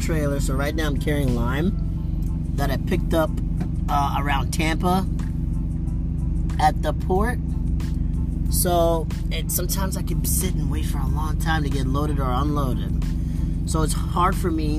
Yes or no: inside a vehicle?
yes